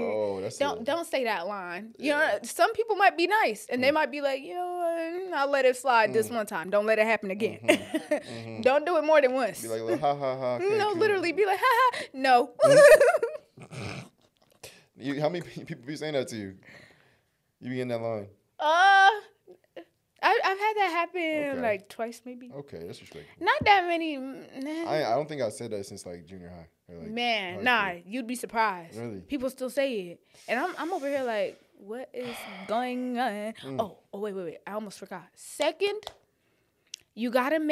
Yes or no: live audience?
no